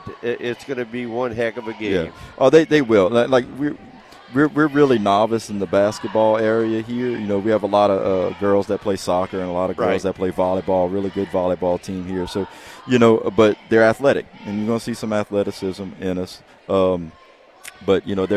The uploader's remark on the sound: Audio from Coastal Broadcasting's live coverage of the LCO vs Bayou Blue girls and boys basketball games. Game was broadcasted live on KLEB 102.7FM and 1600AM.